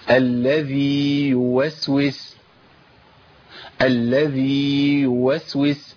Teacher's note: طيب يوسوس ياء متحركه بضم، يبقى بتخرج، طالما الياء اتحركت يبقى بتخرج من وسط اللسان على طول